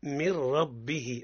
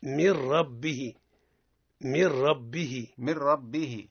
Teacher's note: إدغام بلا غنة. نعمل الإدغام وما نعملوش الغنة. · Term: إدغام بغير غنة